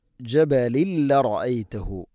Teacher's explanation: ജബലിൻ തൻവീൻ ശേഷം ലാം ഇദ്ഗാം ബിലാഗുന മണിക്കാതെ കൂട്ടിലയിപ്പിക്കണം